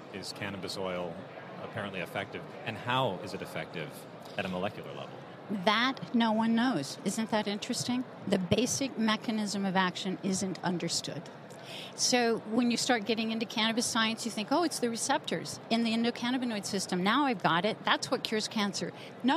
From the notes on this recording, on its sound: From the floors of the A4M Conference in Las Vegas